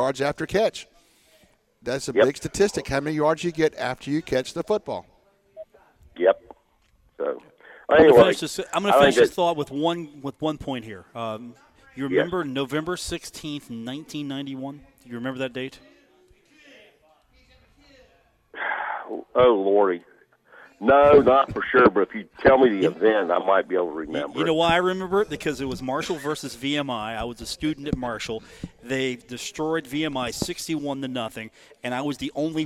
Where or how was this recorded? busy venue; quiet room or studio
busy venue